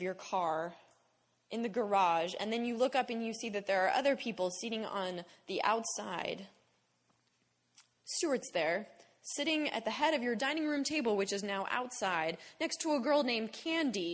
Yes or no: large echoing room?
yes